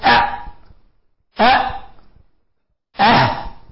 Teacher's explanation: أقصى الحلق ويخرج منه الهمزة والهاء